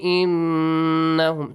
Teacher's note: إِنَّهُمْ نُن مُشَدَّد، نُن with تَشْدِد، produce a nasal sound, also read it, stretch it actually for two counts